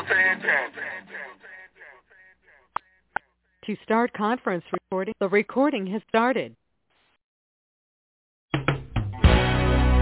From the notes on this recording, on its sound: TNTSuperfantastic Conference Call